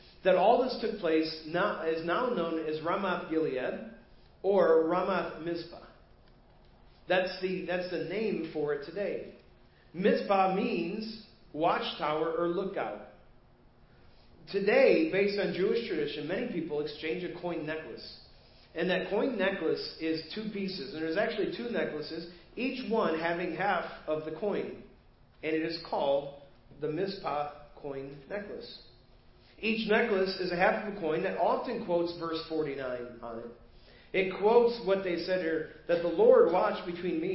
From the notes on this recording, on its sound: Preached at First Baptist Church of Hazel Park